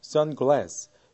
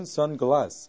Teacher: A 스펠링의 발음은 미국에서는 우리말 에에 가깝게 발음하고요. 영국에서는 입을 크게 벌려서 아라는 발음에 가깝게 들립니다 · Shown in: second take · Term: 영국식 발음, 미국식 발음